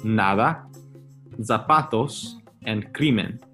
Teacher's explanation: And they all have a stress on the second to last syllable.